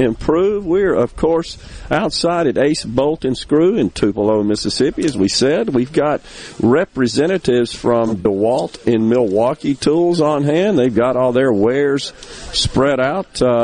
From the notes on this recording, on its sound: MidDays is LIVE from Ace Bolt & Screw in Tupelo